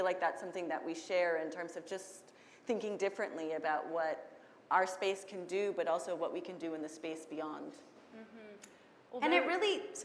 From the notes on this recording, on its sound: This Zócalo/Helms Bakery District event was streamed live from Helms Design Center on September 29, 2021